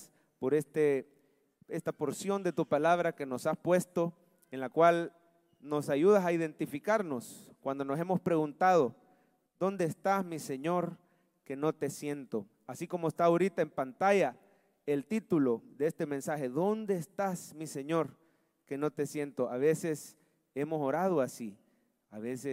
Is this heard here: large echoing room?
yes